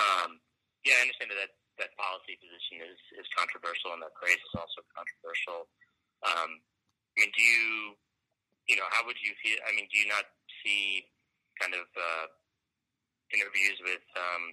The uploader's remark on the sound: over the phone